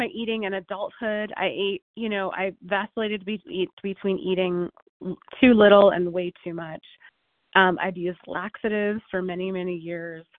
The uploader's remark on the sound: 100 Pounders Phone Meeting